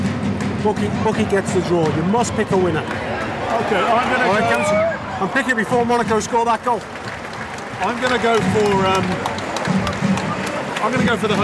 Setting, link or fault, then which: setting, busy venue